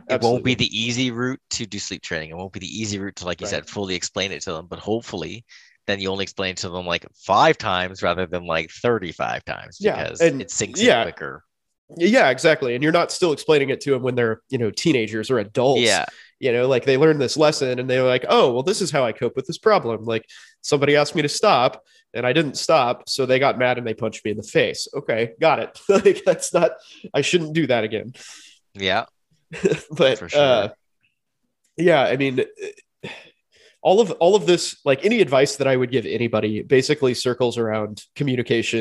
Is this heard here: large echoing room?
no